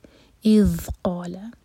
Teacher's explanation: ذال پر رخاوہ، تھوڑا سا ٹائم دیں گے. اذ قال، قا دو حرکہ، لا ایک حرکہ، لام کو لمبا نہ ہونے دیں ورنہ میننگ چینج ہو جائے گا.